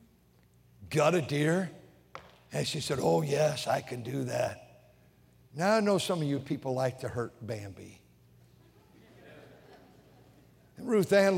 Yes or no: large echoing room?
yes